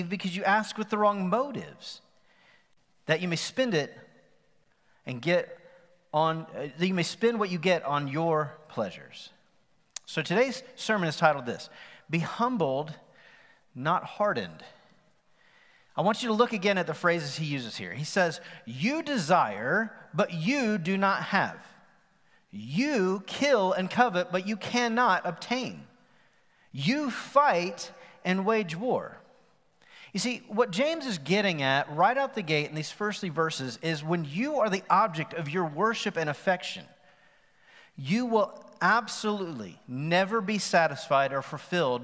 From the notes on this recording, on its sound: Recorded live on September 27, 2020 at The Fellowship at Mt Juliet.